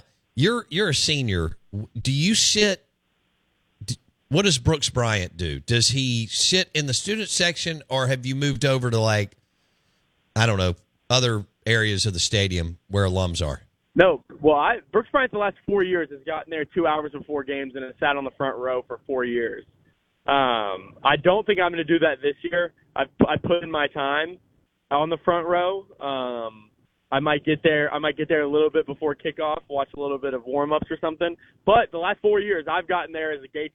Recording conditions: phone line